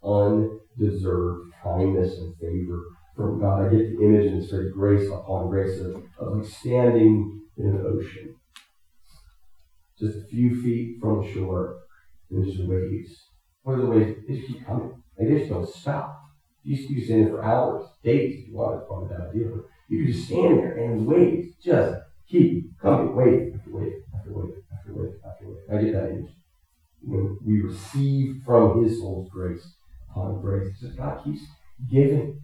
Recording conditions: poor sound quality